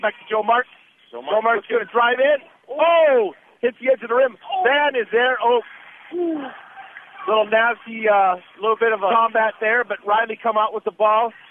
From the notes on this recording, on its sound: Today’s game brought to you live from Sand Point